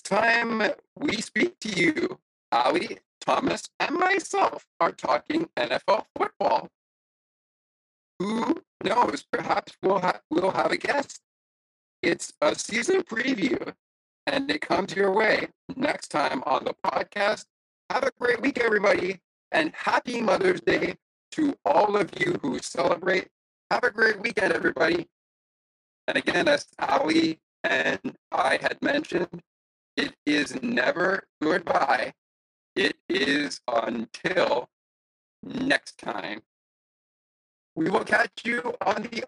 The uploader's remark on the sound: Some of the ending audio of this show maybe not as clear as the rest of the show